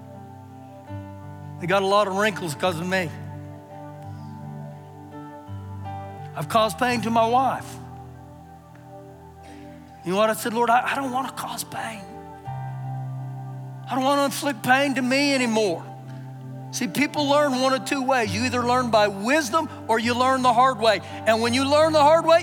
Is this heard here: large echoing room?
yes